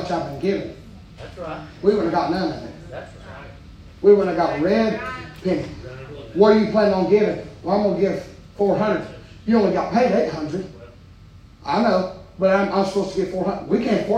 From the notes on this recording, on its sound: preaching live from Still Water Baptist Church